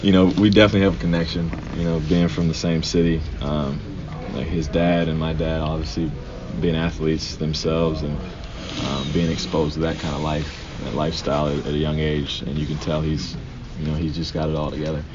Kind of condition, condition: setting, busy venue